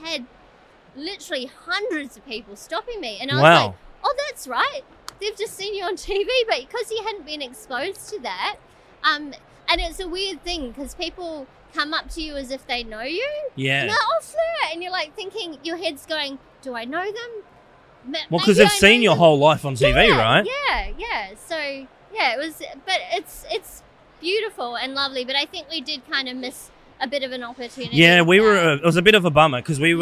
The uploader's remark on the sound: filming live on location at Brickvention 2023